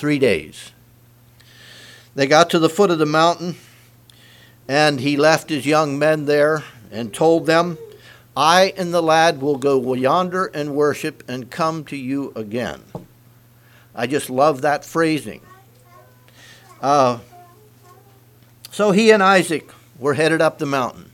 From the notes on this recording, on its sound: Message preached at Word Of Hope on Sunday Evening.